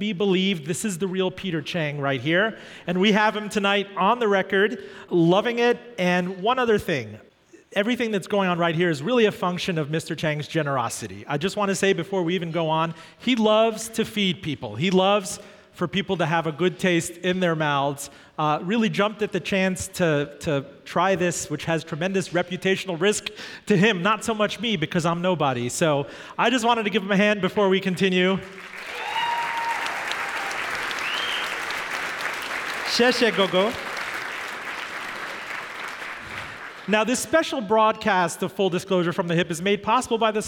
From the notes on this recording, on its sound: Taped at Richmond's historic Hippodrome Theater, where a sellout crowd enjoyed a four-course dinner